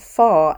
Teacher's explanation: in my variant of English, in my pronunciation, there are many, many R's that don't get pronounced